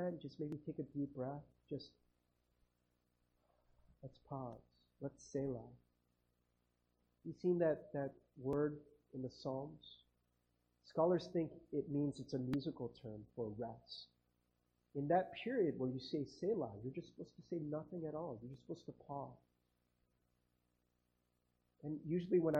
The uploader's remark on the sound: Sorry about the audio quality